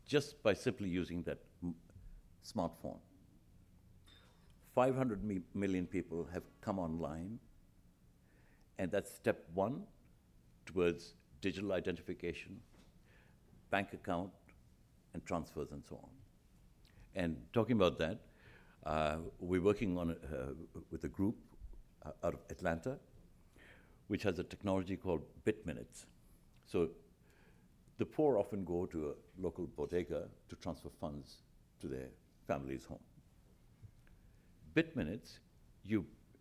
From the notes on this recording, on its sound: At the Council of American Ambassadors' Fall Conference, Potpourri of Diplomacy